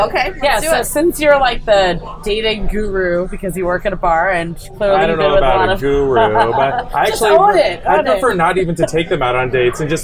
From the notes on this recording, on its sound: LIVE from Mad River in NYC. Live at his bar, Mad River, in the Upper East Side of New York City.